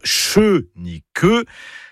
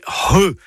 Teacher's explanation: C'est un gros H aspiré. · Shown in: second take · Pensez à un hangar, hein, voilà, comme ça, ça va vous aider.